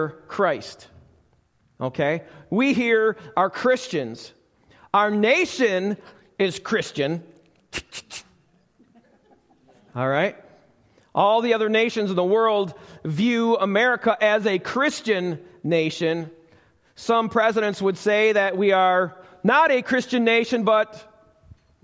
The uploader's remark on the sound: Recorded live at the Alabama Full Gospel Fellowship church in Medina, New York.